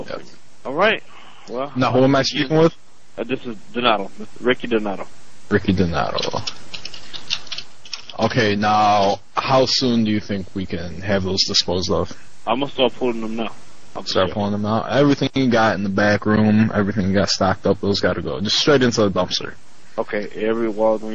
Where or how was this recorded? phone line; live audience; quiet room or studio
phone line